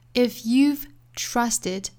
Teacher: 这里有一个 you have 的缩约形式，也是跟昨天我们出现的这个 we are 是一样的，把两个音节并为了一个音节，读成 you've,相当于呢 you 后面加一个 v 的辅音就可以了。那我们还要注意把这个词做弱读 you've trusted, trust 后面加 ed 要加一个元音，是 a,所以是 trusted.